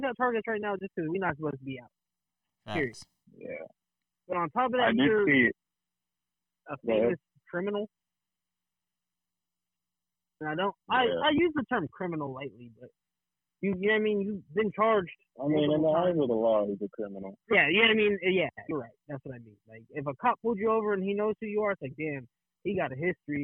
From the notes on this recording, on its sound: In this episode the squad record the pod over the phone due to the Covid-19 pandemic.